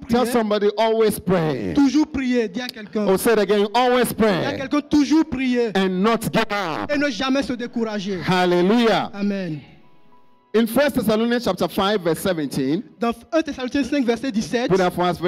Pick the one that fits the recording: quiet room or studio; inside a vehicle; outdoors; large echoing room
large echoing room